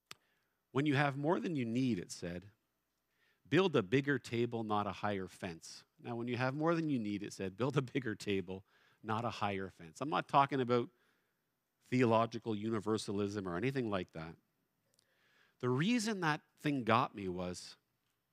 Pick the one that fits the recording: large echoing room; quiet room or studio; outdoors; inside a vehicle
large echoing room